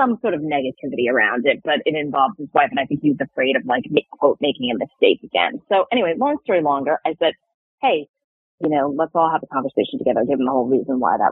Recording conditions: phone line